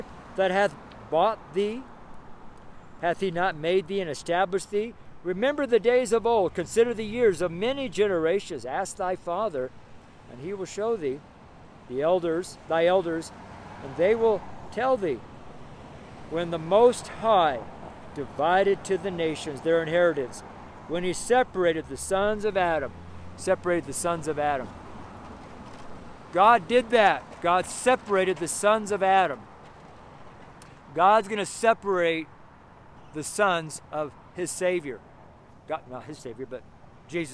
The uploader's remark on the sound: STREET SERMON